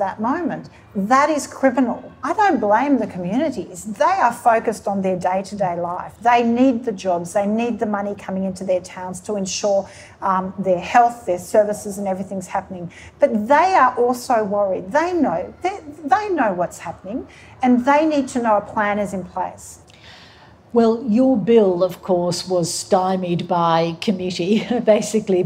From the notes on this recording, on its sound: recorded live in conversation